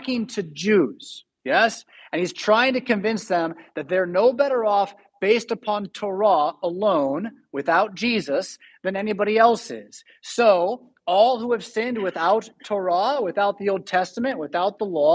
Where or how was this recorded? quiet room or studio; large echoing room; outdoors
large echoing room